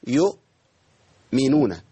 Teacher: الهمزة عندي ساكنة يعني فيها شدة وجهر انقطاع صوت ونفس